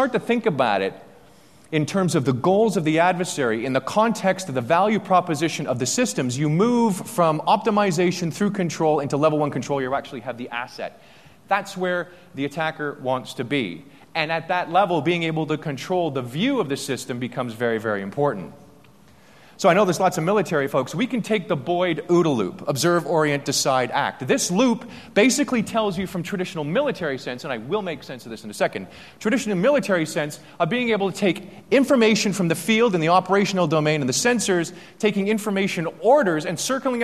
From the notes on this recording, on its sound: day two keynote speech from AusCERT